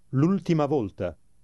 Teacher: Notice that the first word, with the apostrophe, is pronounced just as if it were all one word.